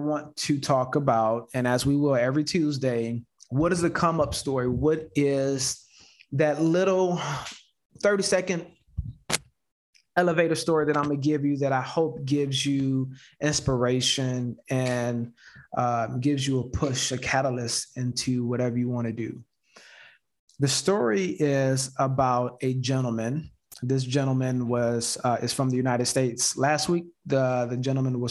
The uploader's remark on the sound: Investors Gallery is a live call open to the public. Through this live zoom conference anyone can asks questions about their own investments, legal advice, or opportunities!